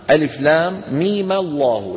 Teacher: من التقاء الساكنين. يحركون الميم بإيه؟ بالفتح، لأن الفتح أخف الحركات وأسهل الحركات